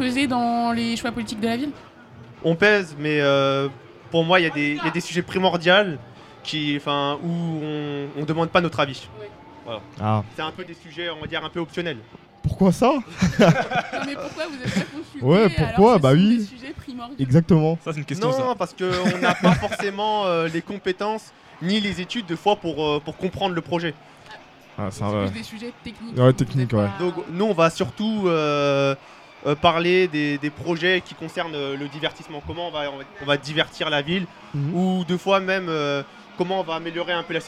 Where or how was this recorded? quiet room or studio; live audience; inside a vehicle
live audience